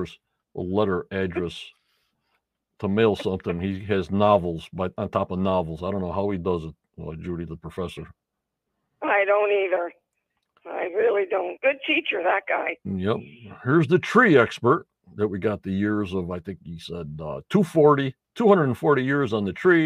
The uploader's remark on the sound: ON THE PHONE